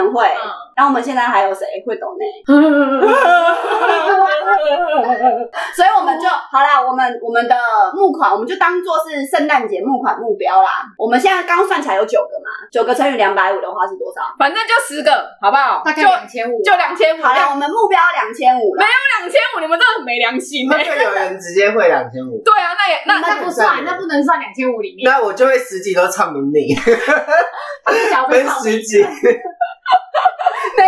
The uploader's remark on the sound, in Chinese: 本集音質不好